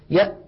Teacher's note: مهما ضغط فإن مخرج الهمزة قد انقفل انقفالا تاما غير قابل، غير قابل.